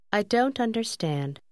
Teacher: كيف يصبح الصوت أو الحرف الأخير في كلمة don't أرق حين يندمج مع كلمة understand؟ هذا أمر شائع في الكلام السريع.